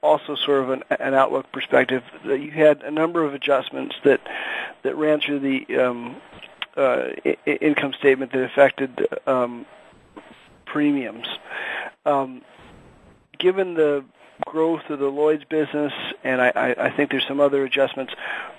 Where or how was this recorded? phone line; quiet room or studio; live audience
phone line